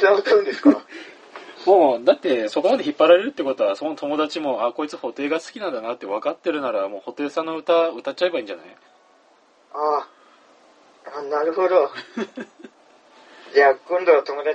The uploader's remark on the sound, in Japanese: 電話ならでわの音質を利用しようという目論見です